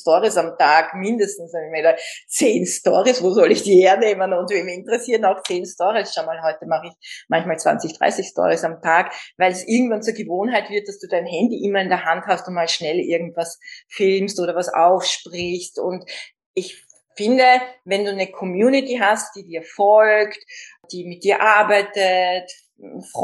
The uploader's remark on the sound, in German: Ein Insta Live aus Kalifornien!